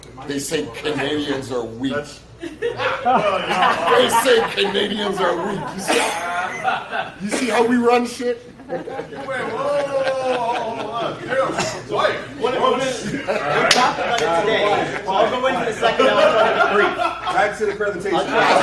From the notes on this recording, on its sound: I got to speak to a small room full of my peers from Service Drive Live at Titos and Tshirts 2022; the first live event since the group's inception.